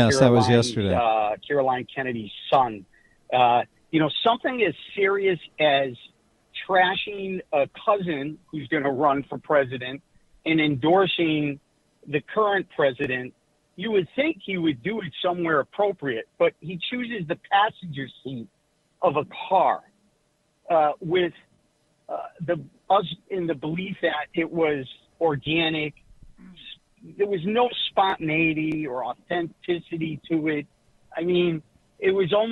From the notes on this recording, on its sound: We take phone calls